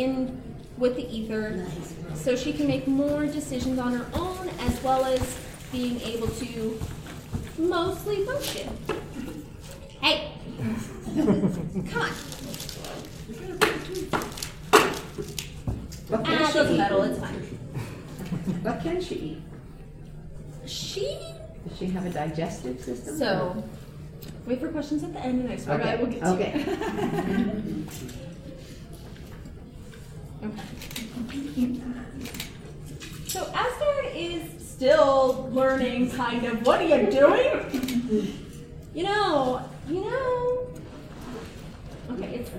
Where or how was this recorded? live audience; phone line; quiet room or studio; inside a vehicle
live audience